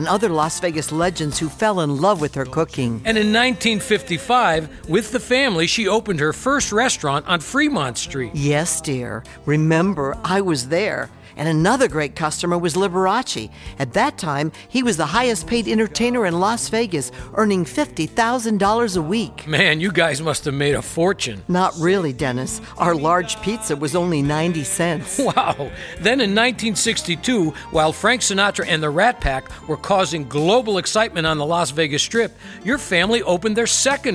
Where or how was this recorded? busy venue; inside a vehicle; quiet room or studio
busy venue